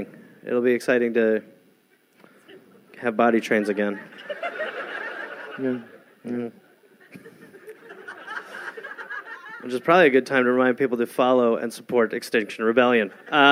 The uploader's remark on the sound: Recorded live in Cardiff